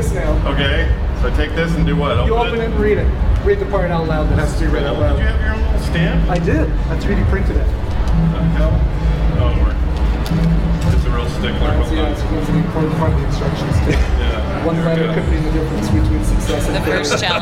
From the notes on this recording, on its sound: TMS live from Viva TMS Vegas 2023